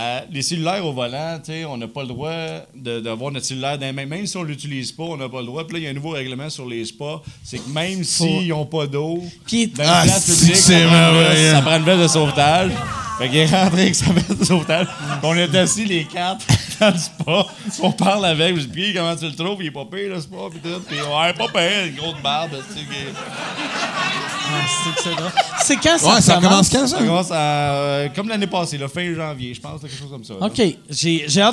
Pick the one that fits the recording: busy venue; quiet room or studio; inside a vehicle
busy venue